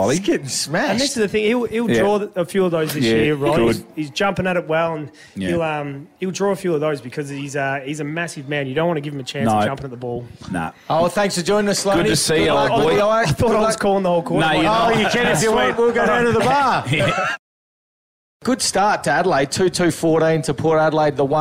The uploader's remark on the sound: We're broadcasting live from Alberton Oval for the 'summer Showdown’.